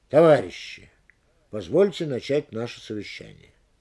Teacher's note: Обращение. Оно получает ударение, если открывает фразу, то есть стоит на первом месте.